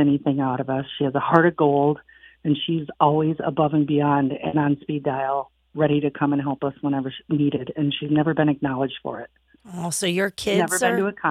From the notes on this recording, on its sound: Three listeners call